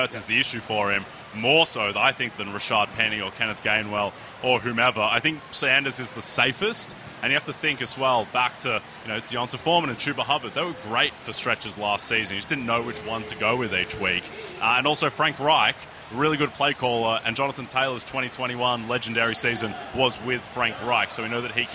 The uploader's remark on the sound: Live from Churchill Downs